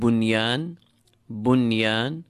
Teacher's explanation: no idgham takes place between the noon Sakina, the noon with sukun in this verse, and the ya following it, because they appear together in the same word